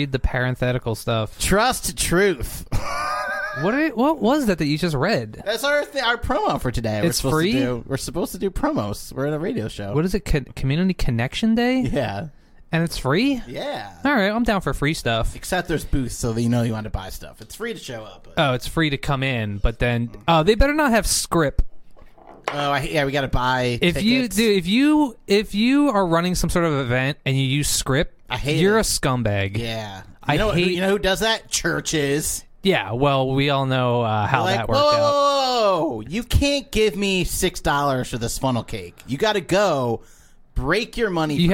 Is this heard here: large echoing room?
no